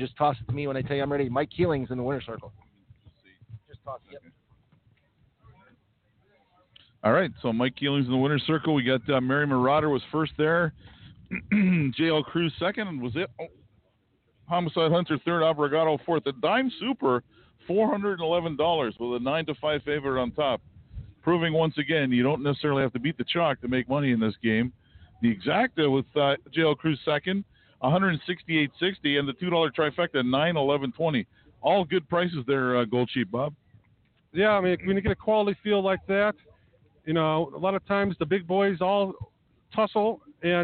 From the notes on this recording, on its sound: live from Hoosier Park Racing and Casino in Anderson, Indiana